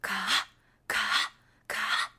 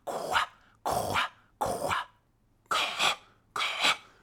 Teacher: I find that the first consonant is a bit more glottal. · Shown in: second take · When you say the greeting, it's a ka, ka, ka.